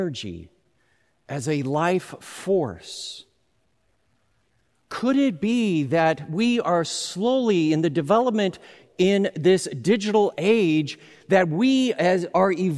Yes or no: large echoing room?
yes